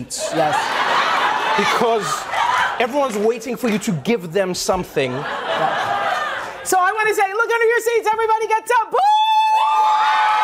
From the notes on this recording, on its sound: Takes Questions from the Audience.